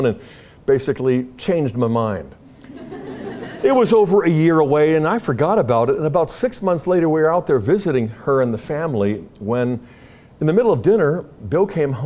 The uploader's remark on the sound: Talk was part of the Student Leadership Conference at Franciscan University of Steubenville.